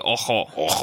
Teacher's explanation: The Mexican way is more forward. And the European way is more throaty